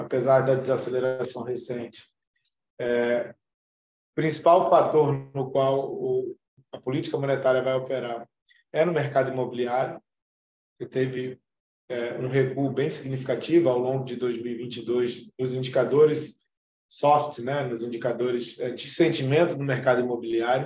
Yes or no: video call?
yes